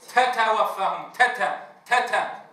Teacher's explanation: المبالغة في همسها وهي متحركة